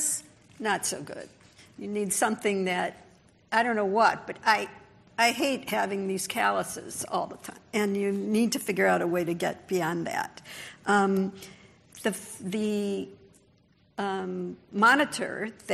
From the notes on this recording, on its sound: This panel, presented at the inaugural Drug Delivery West conference in 2018